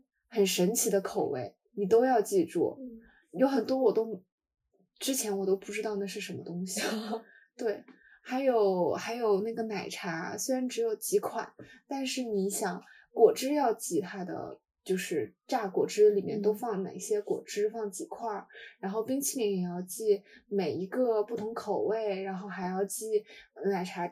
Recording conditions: poor sound quality